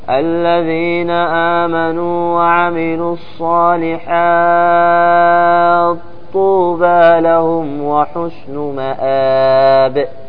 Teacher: السوسي يضغم، يسكن التاء ثم يضغمها في الطاء